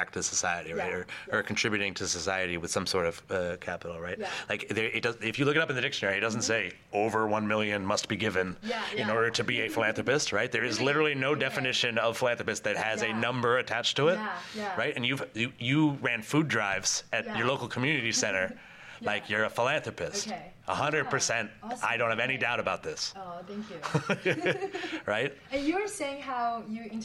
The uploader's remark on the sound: Set up a recording booth in the lobby at this year's Nexus Global Summit 2018.